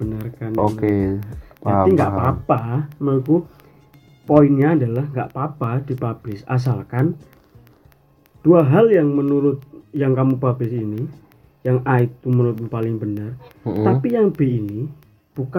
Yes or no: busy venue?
no